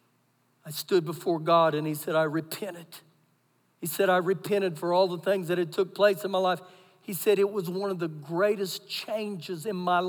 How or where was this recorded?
large echoing room